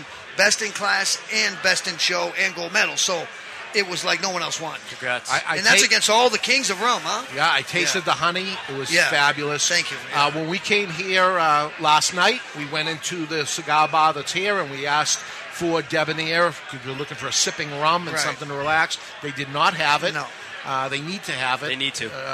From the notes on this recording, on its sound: We're live at the Rocky Mountain Cigar Festival 2013